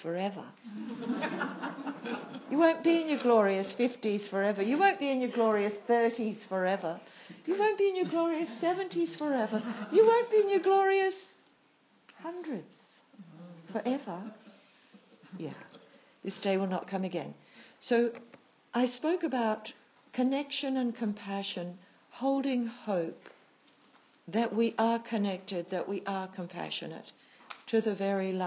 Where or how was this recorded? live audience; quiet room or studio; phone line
live audience